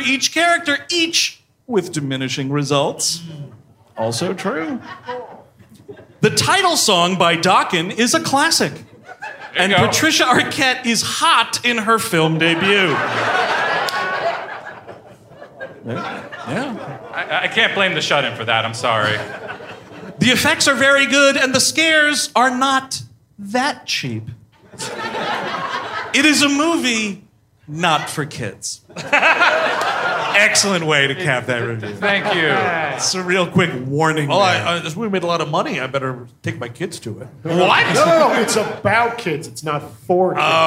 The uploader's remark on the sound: Live in Cleveland. At Hilarities in Cleveland, OH.